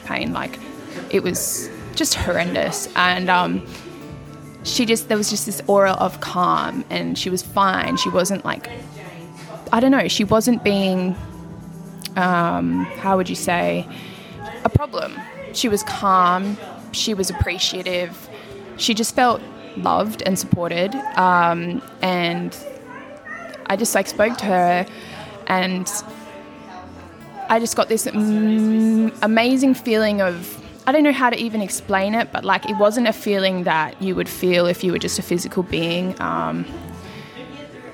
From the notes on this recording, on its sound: LIVE from Yelo (Trigg)